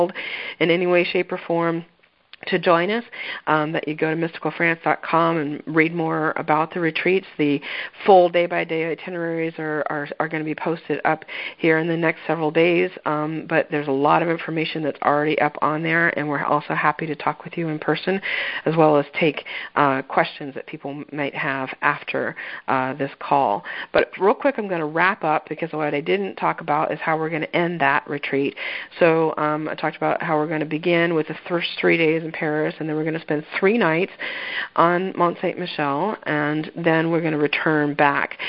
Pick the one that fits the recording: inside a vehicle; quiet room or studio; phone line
phone line